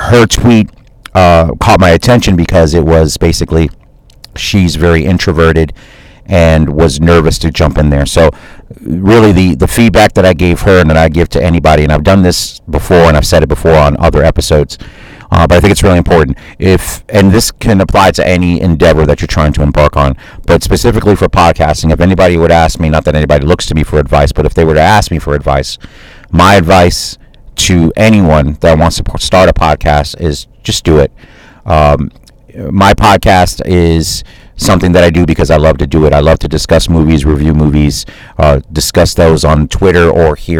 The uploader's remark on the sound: Live from my car.